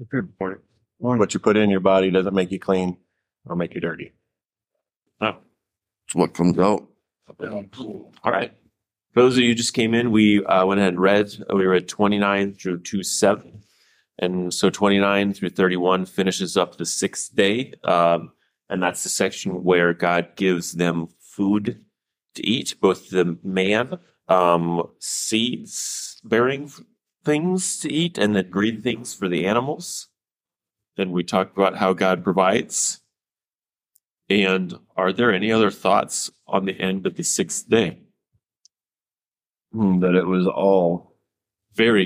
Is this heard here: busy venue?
no